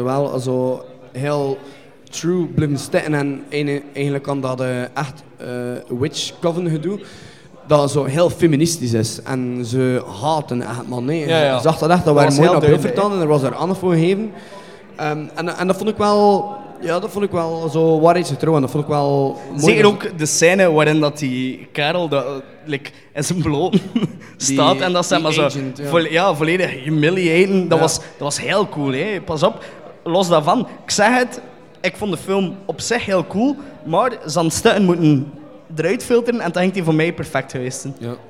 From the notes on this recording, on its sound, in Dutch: Onze eerste live vuurdoop als podcast is een feit! Speciaal voor het Razor Reel Flanders Film Festival hebben we een special rond horror remakes in elkaar gestoken.